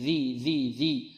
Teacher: يومئذ عندنا فيها ذا المعجمة، ذا المعجمة أي منقوطة، تخرج من طرف اللسان مع طرف الثنايا العليا